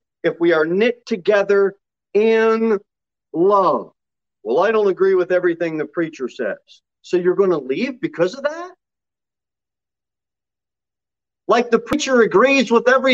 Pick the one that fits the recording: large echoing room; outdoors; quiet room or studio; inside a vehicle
large echoing room